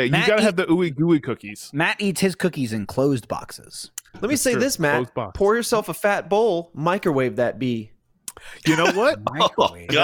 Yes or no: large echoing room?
no